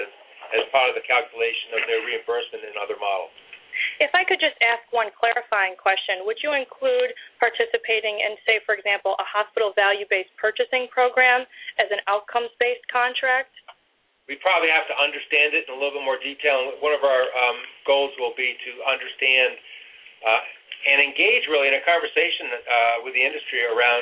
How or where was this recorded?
phone line